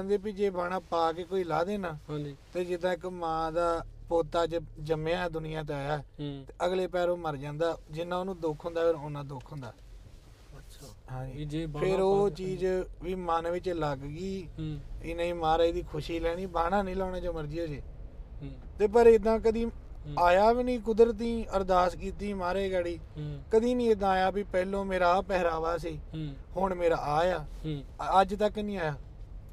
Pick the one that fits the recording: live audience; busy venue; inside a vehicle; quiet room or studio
inside a vehicle